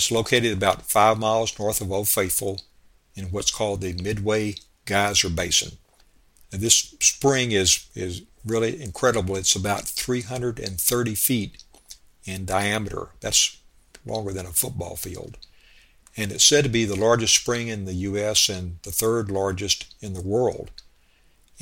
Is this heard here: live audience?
no